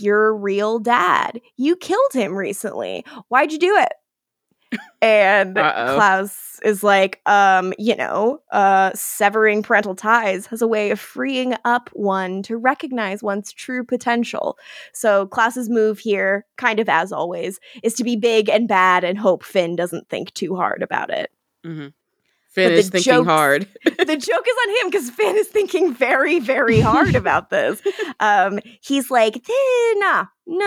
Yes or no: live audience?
no